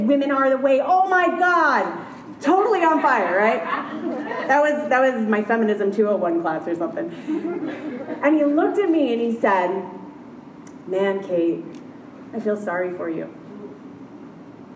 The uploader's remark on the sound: LIVE at She Podcasts Live. I was invited to be the Keynote Presenter at the very first ever She Podcasts Live Conference.